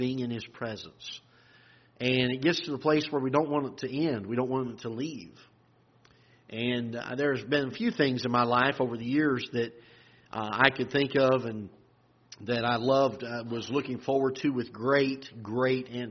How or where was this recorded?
large echoing room